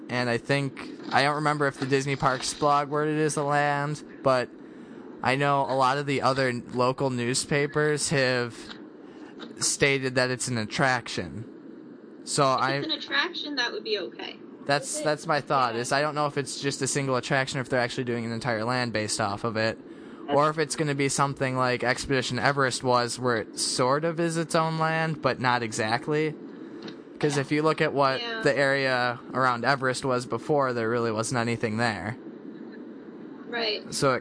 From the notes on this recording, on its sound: in park audio adventures, and park audio